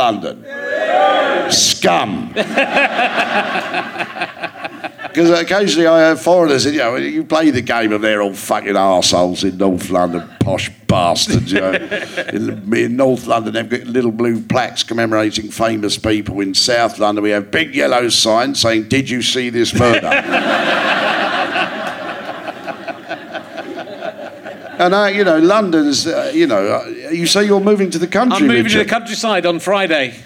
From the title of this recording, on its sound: Leicester Square Theatre Podcast